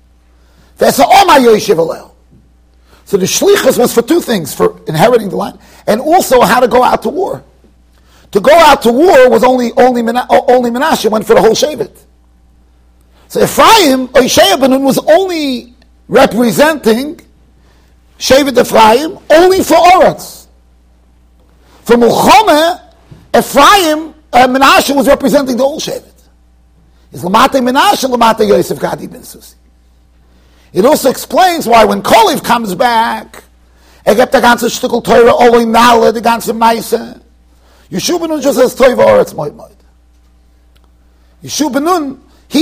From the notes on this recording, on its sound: Shiur recorded in Yeshivas Ohr Reuven, Monsey NY.